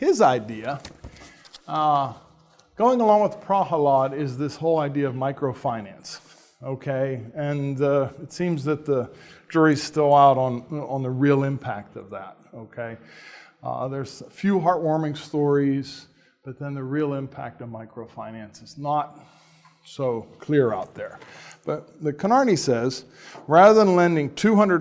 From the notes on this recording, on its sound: talk was part of the 2015 Society of Catholic Social Scientists Conference, hosted at Franciscan University of Steubenville